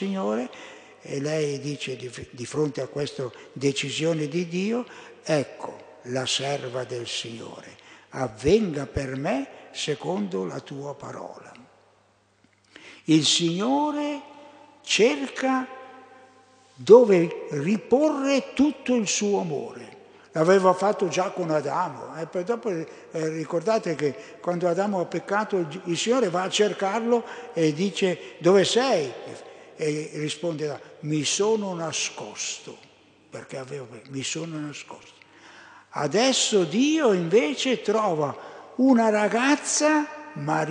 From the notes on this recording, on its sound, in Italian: Durante la Santa Messa festiva delle ore 11.15 - chiesa di Vergiate.